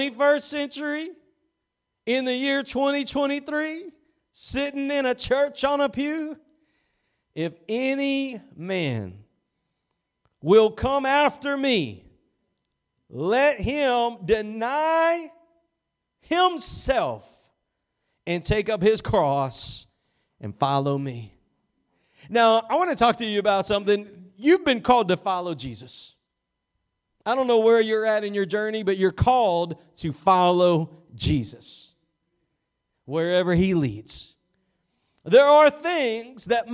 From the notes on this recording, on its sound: Preached at Gospel Lighthouse in Bossier City, La.